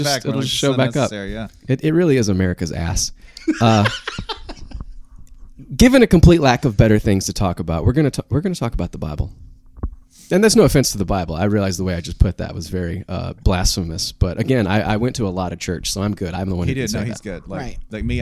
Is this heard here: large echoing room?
no